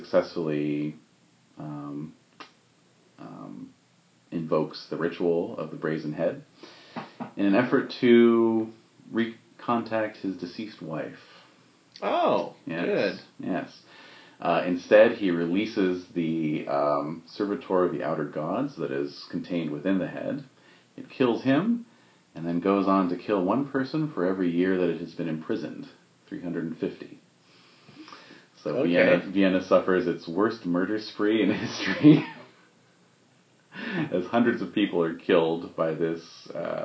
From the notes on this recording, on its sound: This special "Los Angeles chapter" incarnation of the Esoteric Order of Roleplayers. Apologies if the volume level is a little dodgy; I was obliged to record directly off my iPhone, precariously perched on a Coke can.